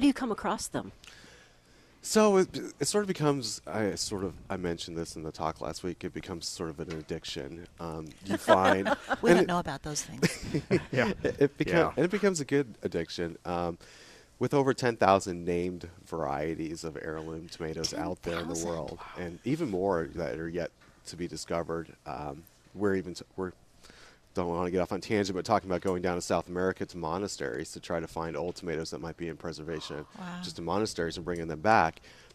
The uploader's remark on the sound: Live at Prairie Gardens